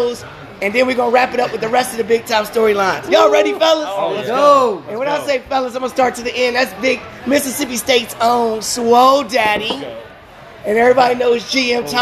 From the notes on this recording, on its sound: Live at Macados!